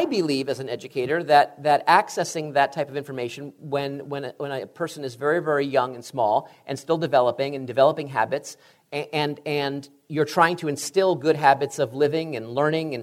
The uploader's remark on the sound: "Higher Ed" recently took the show on the road and taped a few podcast episodes in front of an audience at Southwestern University in Georgetown, Texas.